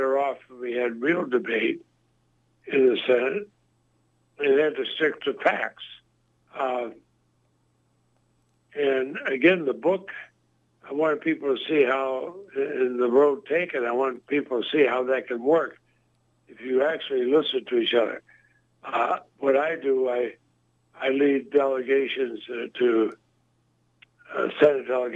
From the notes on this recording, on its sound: called into the show